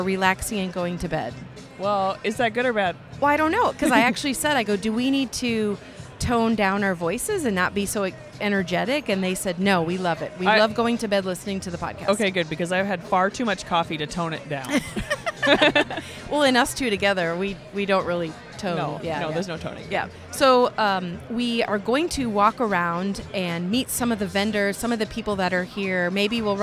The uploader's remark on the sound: Interviews From the Iowa Bike Expo. Walked around and talked with various people about their business, or reason to be at the Iowa Bike Expo.